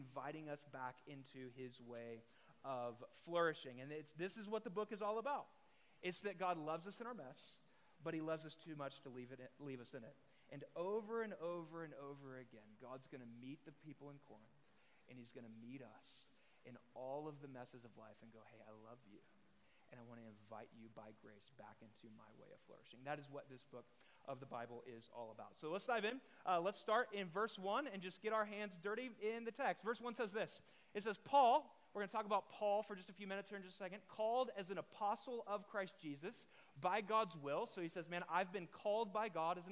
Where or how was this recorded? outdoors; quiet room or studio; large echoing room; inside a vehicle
large echoing room